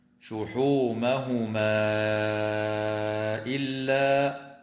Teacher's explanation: وتمد الألف قبل الهمزة في قوله تعالى: شحومهما إلا، وفي قوله تعالى: ظهورهما أو الحوايا أو، بمقدار 4 أو 5 حركات من قبيل المد المنفصل.